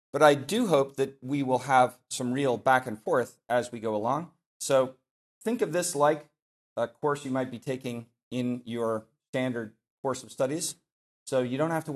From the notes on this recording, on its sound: This lecture was given on June 12, 2023 at the Dominican House of Studies in Washington, D.C. As part of the 2023 Civitas Dei Summer Fellowship.